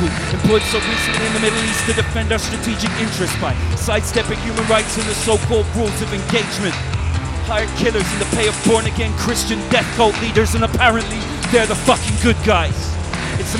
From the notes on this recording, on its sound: We broadcast a special extended 6 hour live event from London's Rye Wax.